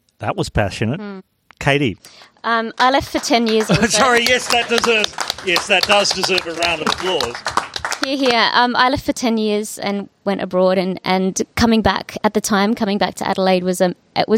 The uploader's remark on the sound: The first one recorded in Adelaide. This episode was recorded in front of a live audience at The Wheatsheaf Hotel in Thebarton, Adelaide.